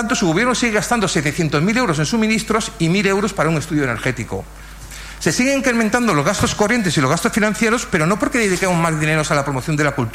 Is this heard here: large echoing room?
yes